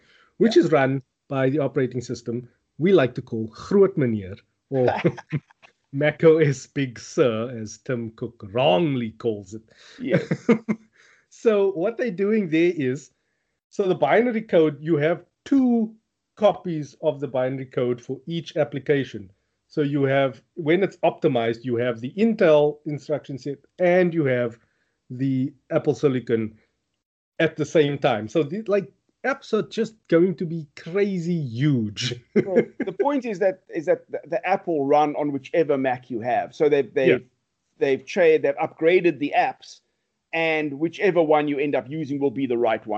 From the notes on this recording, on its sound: Recorded via Skype